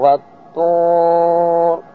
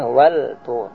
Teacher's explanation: harus dibaca idgham alnya tidak kelihatan, jadi lamnya tidak kelihatan · Shown in: first take · Antum lihat pada halaman 98 watur, tidak boleh wal tur. · Term: idgham syamsi